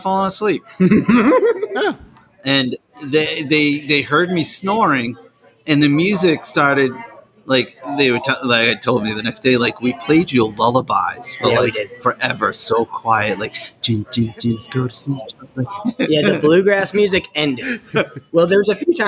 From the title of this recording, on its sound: Half Live From Liars Bench